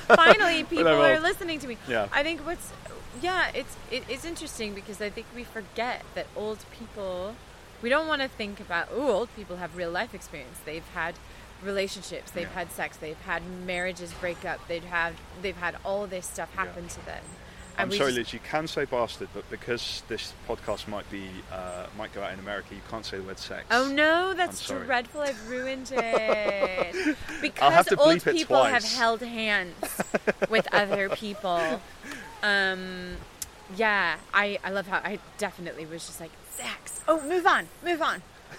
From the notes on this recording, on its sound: We had the funniest chat at Woodberry Wetlands, by the East Reservoir in Stoke Newington, London.